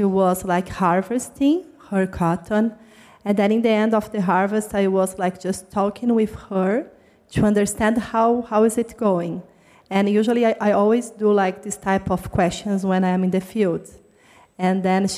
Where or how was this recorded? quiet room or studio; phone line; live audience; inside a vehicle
live audience